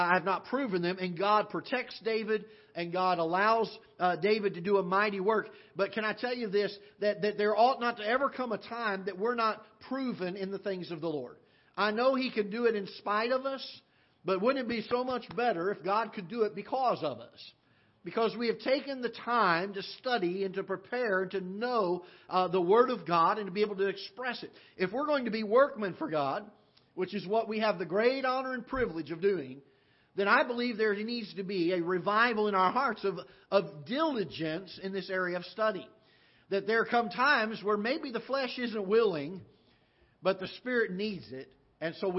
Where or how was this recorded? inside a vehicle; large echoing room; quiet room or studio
large echoing room